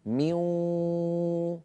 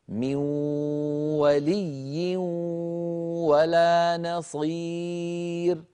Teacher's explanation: أنطق واو وغنة معا متساويين في القدر · Shown in: first take · فإذا وصلت إلى نهاية الصوت ميو و، لما أقول ولي وأنطق واوا لا غنة معها، من ولي ولا نصير، انتبهوا إلى هذا واضبطوا بدايته ونهايته، تصيبوا بإذن الله تبارك وتعالى. · Term: إدغام ناقص